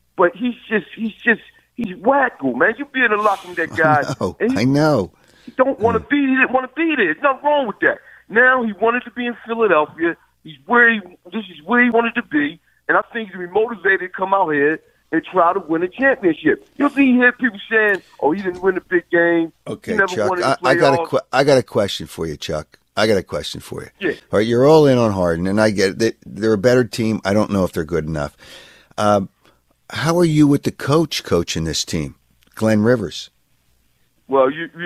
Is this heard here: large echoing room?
no